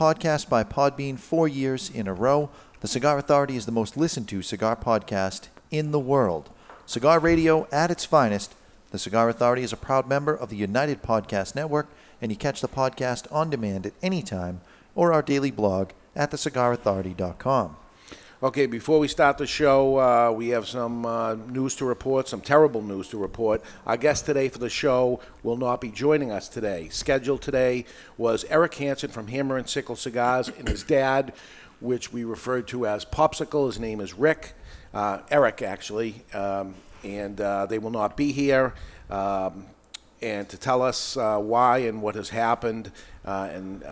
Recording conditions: live audience